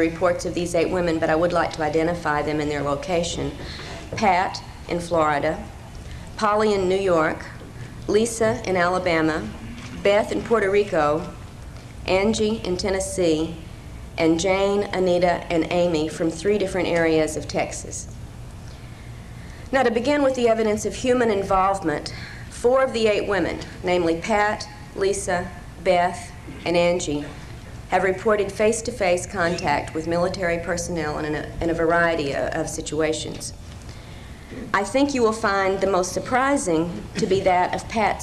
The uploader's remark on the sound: lecture from 1995 ozark mountain conference